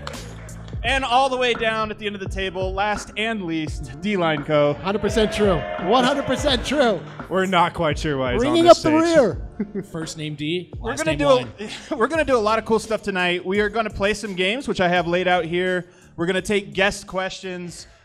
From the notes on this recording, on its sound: Live from Blake Street Tavern. Share the stage with guests and fans of the show.